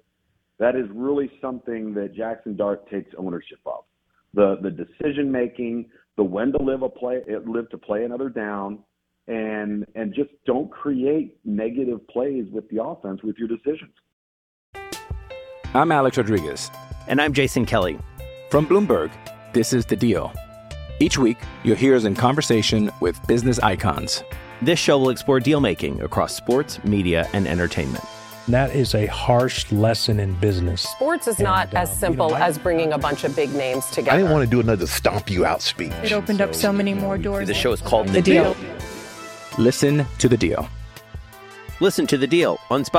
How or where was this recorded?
phone line